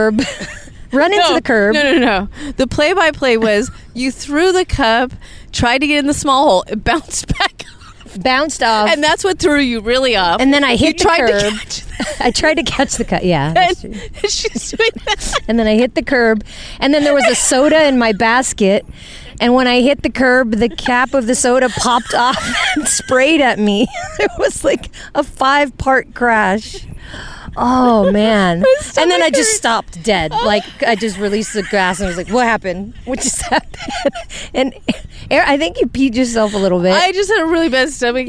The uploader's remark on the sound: we're on location in sunny Sunset Beach, CA